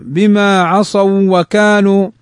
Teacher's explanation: لأن الواو قبلها فتح فهي حرف لين